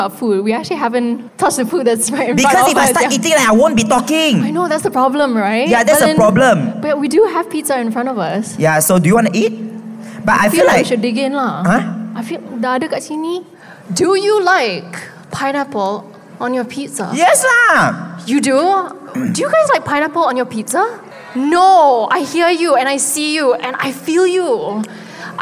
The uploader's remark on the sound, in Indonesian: Secara LIVE di Youth Empowerment Fair 2024